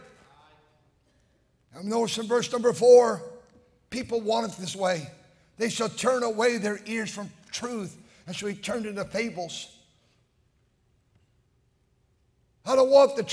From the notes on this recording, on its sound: during the Sunday Evening service on December 31, 2023, at North Valley Baptist Church in Santa Clara, California